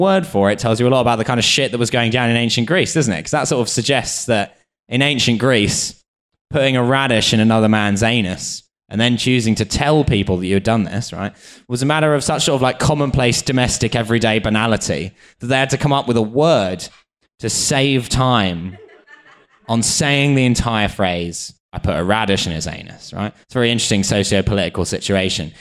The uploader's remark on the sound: TF Live in Cambridge. We played another show outside of London—this time at Wolfson College in Cambridge.